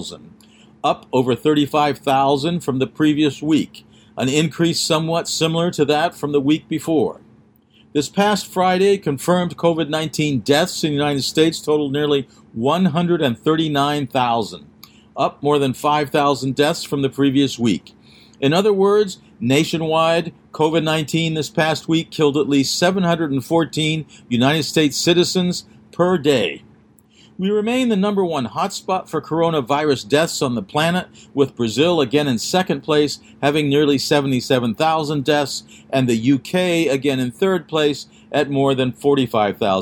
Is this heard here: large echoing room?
no